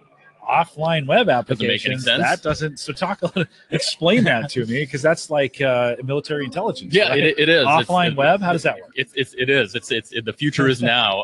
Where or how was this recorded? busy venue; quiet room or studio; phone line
busy venue